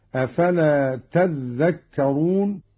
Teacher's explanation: قرأ قالون بتشديد الذال هكذا: أفلا تذكرون، والأصل تتذكرون، أدغمت التاء في الذال.